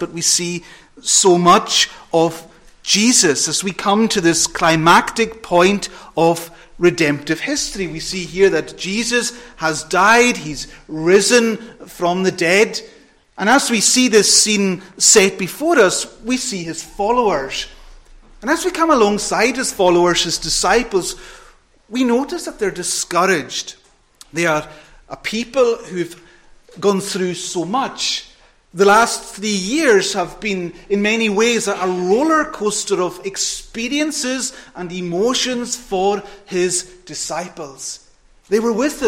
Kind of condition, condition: setting, large echoing room